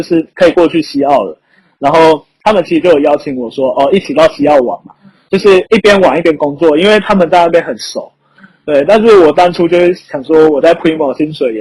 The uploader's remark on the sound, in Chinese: 收音不好請見諒